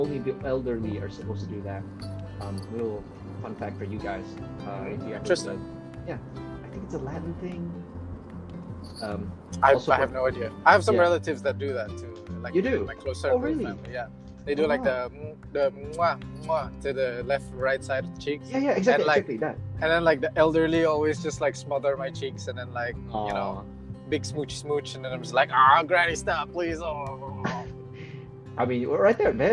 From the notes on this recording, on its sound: Totally didn't record this episode while I was driving to work.